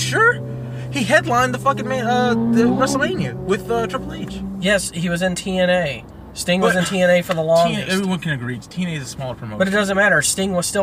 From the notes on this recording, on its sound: 1st episode from the car